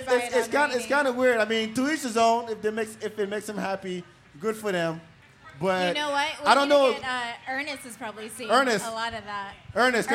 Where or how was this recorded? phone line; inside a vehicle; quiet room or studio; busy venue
busy venue